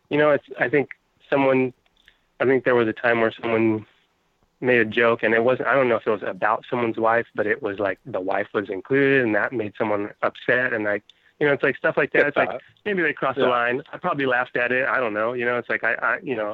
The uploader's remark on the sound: Finish the show off with some prank calls. On the phone (which he joins in eventually, for a short time).